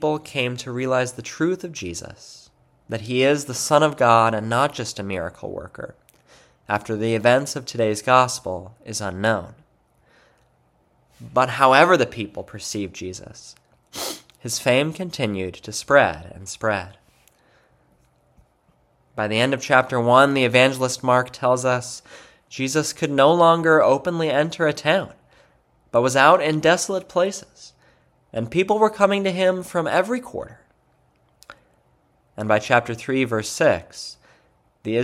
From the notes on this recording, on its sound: February 4, 2024 Church Service. Divine Service.